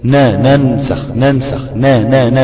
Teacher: دي نون مفتوحة اهي، انا جبت فيها غنة بسيطة جدا بسيطة جدا جدا جدا لانها اقل الدرجات · Term: الغنة في المتحرك